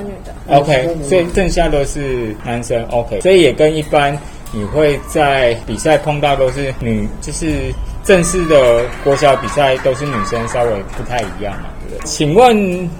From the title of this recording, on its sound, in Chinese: 乒夢U13排位賽現場訪問